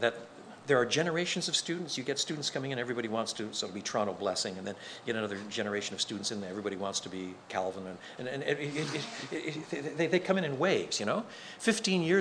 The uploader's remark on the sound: Contains the full-length address he gave to church planters at the National In The Chute conference.